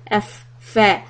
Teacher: you can feel that the fa is on the inner portion of your lips · Term: fa makhraj